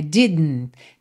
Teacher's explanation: Esse DN é como um som para dentro, Você bota a língua no céu da boca para fazer o D e já tá ali pro N